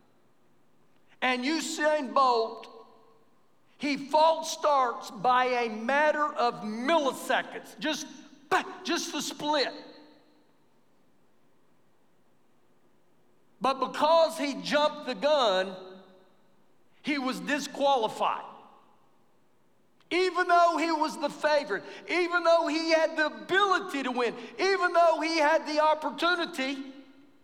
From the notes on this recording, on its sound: Recorded live during our Wednesday night service